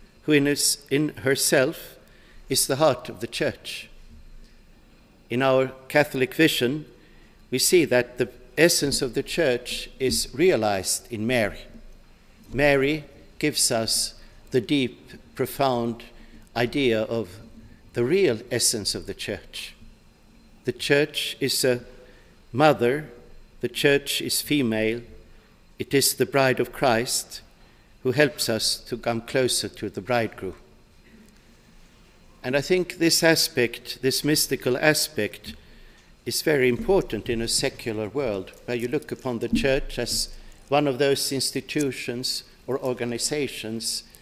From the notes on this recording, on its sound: delivered this address on March 13, 2018 at the University of Chicago's Swift Hall.